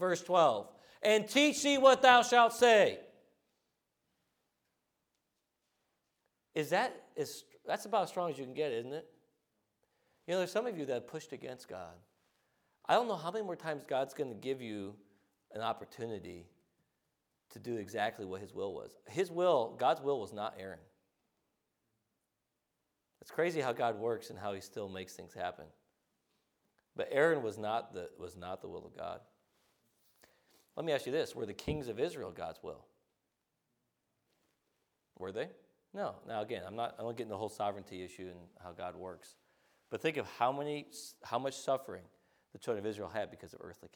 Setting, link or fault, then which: setting, large echoing room